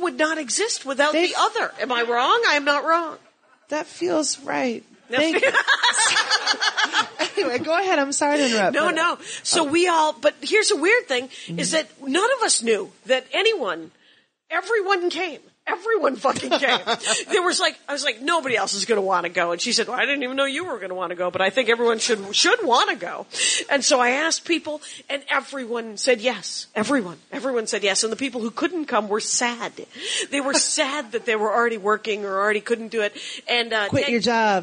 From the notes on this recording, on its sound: LIVE at NYCPodfest!